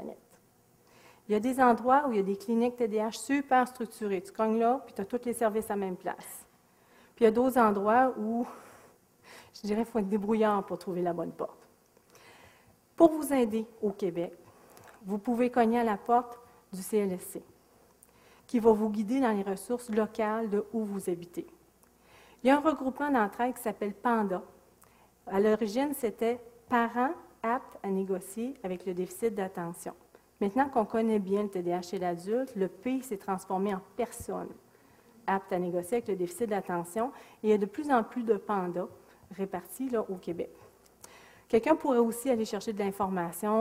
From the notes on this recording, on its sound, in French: Extrait de la conférence. Au cégep de Sainte-Foy.